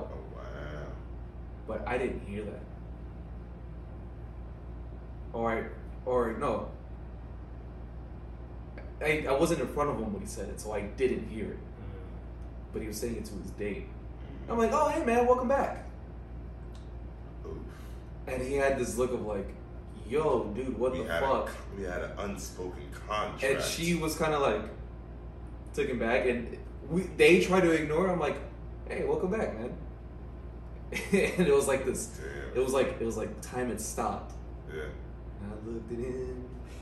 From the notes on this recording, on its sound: There was a glitch with OBS (the audio software) and we had to use the backup audio for this episode.